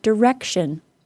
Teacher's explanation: Now we have direction, which is stressed on the second to last syllable.